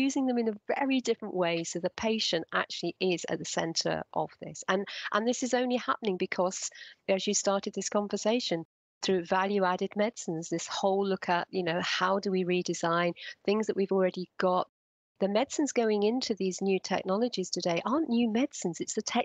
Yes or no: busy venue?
no